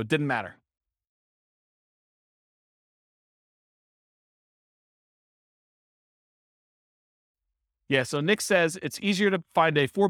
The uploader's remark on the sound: This was a live class recorded